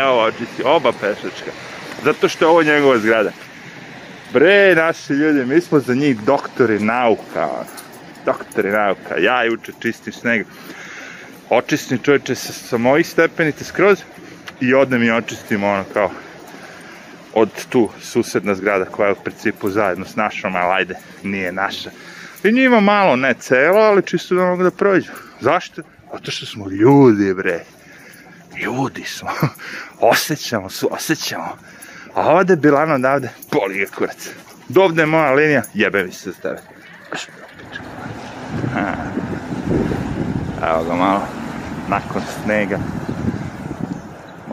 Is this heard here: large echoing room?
no